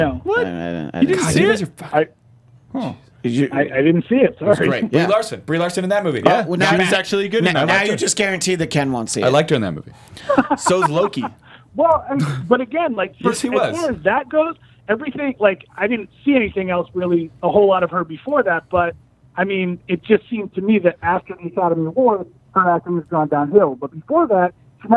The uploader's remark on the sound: Are in studio joined on the phone.